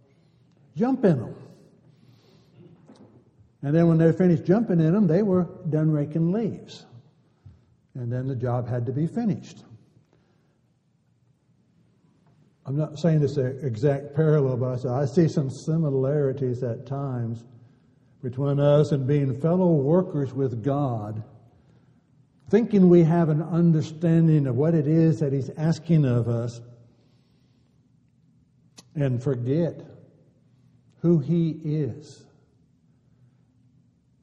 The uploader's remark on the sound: Downtown Church Of Christ Audio Sermon